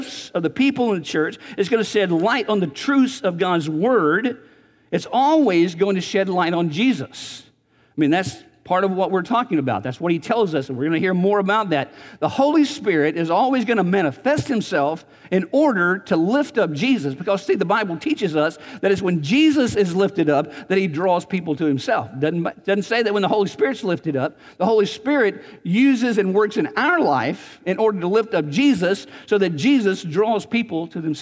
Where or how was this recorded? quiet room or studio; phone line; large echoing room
large echoing room